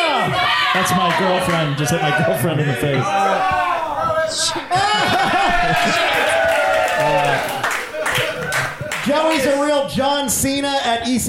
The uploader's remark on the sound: YSLW LIVE! It’s the first LIVE edition of You Should Love Wrestling, emanating from the Pack Theater in Los Angeles!